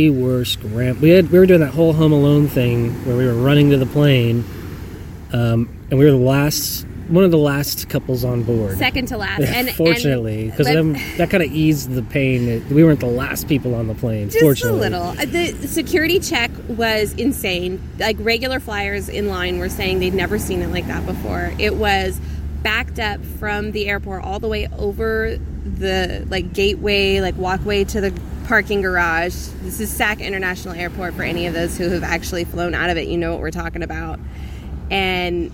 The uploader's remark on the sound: From Hawaii. Check in while one vacation in Oahu. Recorded on Electric Beach.